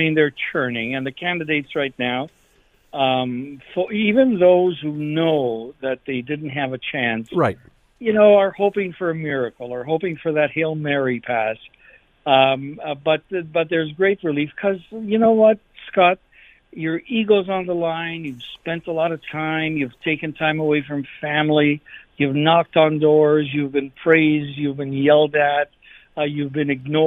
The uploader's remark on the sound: We opened up the phone lines to get your take!